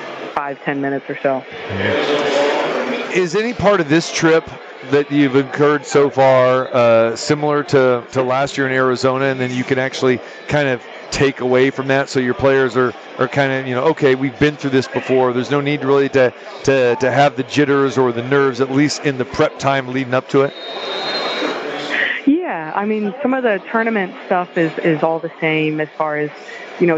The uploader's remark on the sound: Live From the Super Book. March Madness ambience and crazy finishes in the opening round of the NCAA Tournament. At the Westgate Las Vegas.